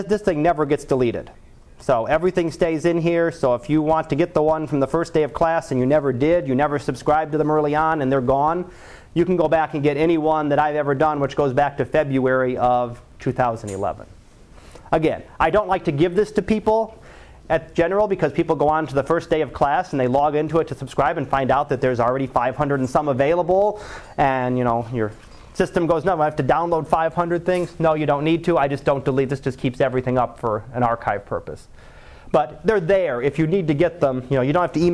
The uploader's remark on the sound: Live Class Lecture